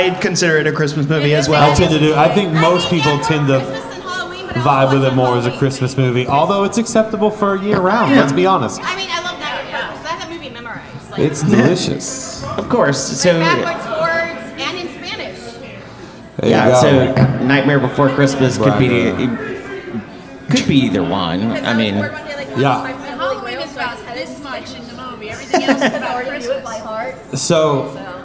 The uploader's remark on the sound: Midnight Terrors Live From Oak Road Brewery. Midnight Terrors is back with our second live episode from our Midnight Terrors Live: Here Comes Krampus! We sat down with our audience.